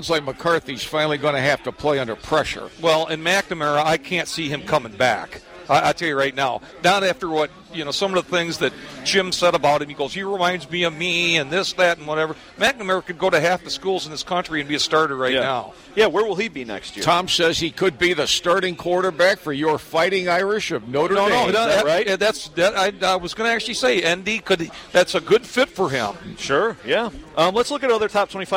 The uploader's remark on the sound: broadcasting from just outside Spartan Stadium.